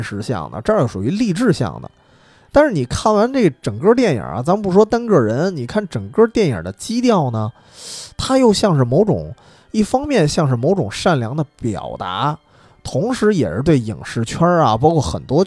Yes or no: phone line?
no